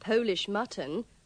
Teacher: Remember to pronounce the O in mutton with the schwa.